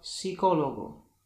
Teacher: po spółgłosce P występuje S, wtedy P jest nieme, na przykład psicologo.